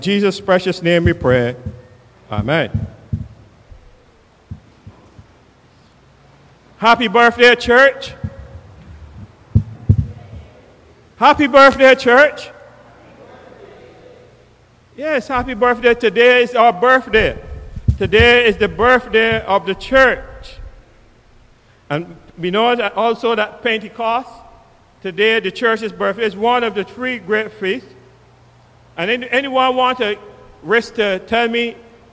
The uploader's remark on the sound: KeepItLoud Live Service with St. John's Episcopal Church U.S.V.I